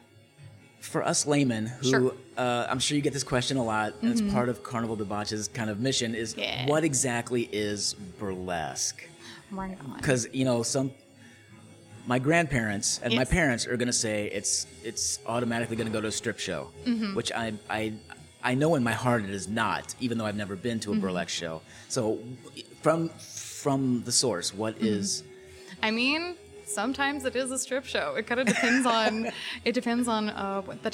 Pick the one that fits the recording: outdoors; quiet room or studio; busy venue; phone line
busy venue